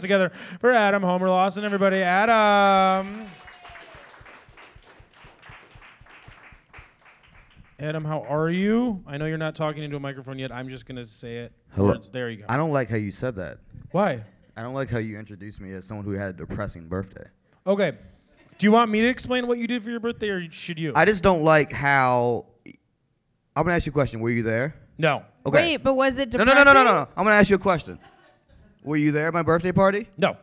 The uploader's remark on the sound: Live at The Whistler